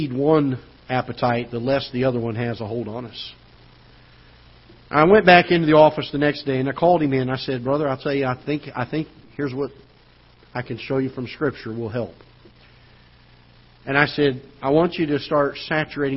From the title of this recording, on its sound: Ketha Heights Baptist Church ~ Live Broadcast